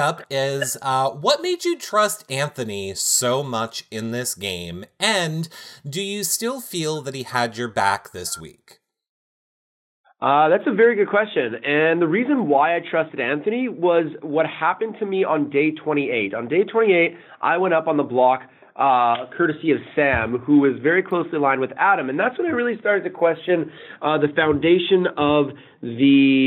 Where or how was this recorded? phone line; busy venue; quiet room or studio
phone line